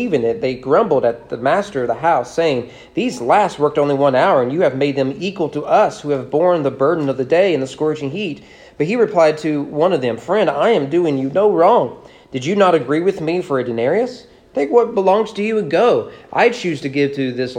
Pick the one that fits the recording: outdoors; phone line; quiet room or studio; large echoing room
large echoing room